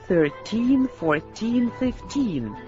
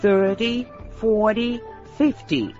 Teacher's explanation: в числительных от 13 до 19 ударение падает на суффикс teen · Shown in: first take